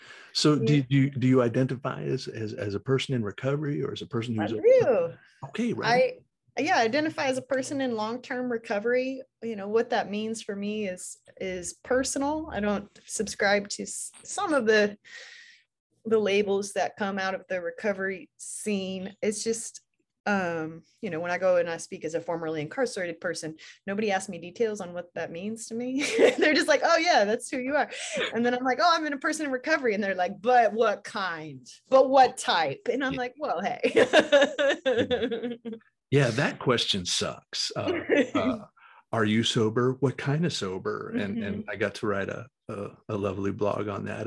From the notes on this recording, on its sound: From Raleigh, NC & Portland, OR on Zoom.